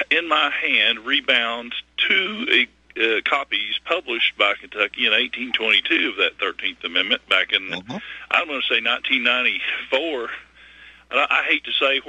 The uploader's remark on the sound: Your phone calls